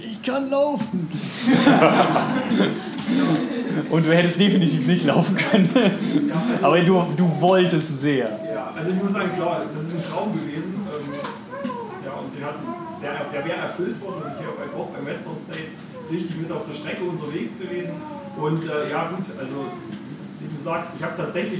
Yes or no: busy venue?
yes